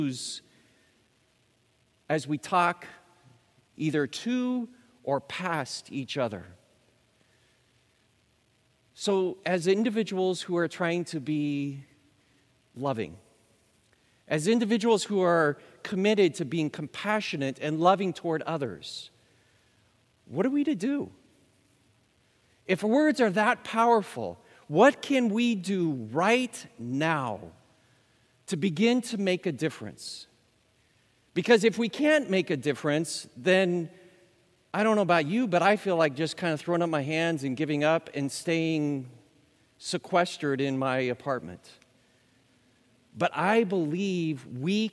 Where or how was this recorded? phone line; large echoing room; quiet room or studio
large echoing room